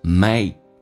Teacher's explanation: make 的 K 不发音，这叫略音，气流阻塞一下